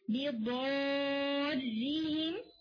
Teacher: یہاں پر جو را ہے وہ لائٹ ہوگا میکسیمم، یعنی ایون فرام دا بگننگ وہ لائٹ ہوگا بِضَارِّهِمْ.